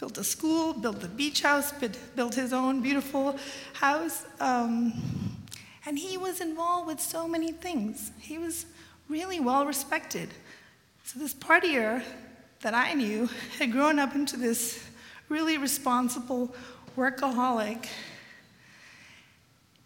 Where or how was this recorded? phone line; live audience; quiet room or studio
live audience